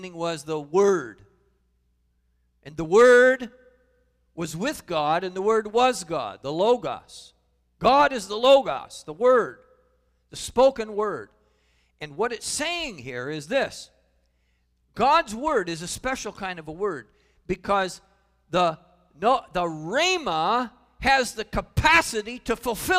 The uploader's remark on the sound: Calvary Assembly of God live Stream